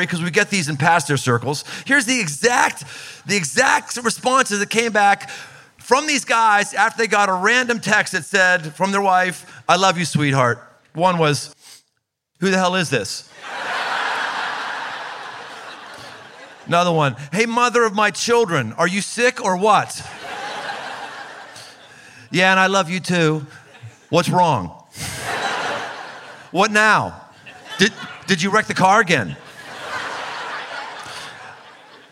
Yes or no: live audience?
yes